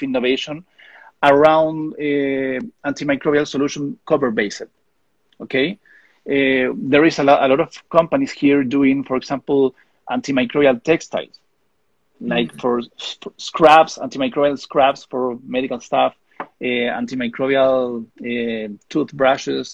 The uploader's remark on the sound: This podcast is a recording of our weekly Instagram Live interview